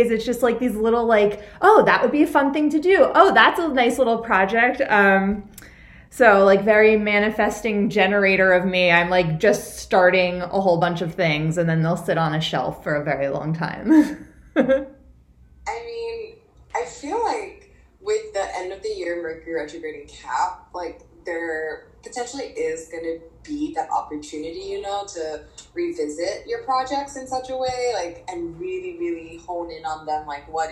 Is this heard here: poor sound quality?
yes